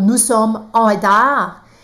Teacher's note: Ele é francês e ele não fez a liaison porque, na verdade, é uma liaison que é, não é obrigatória, tá? Então eu posso fazer ou não essa conexão.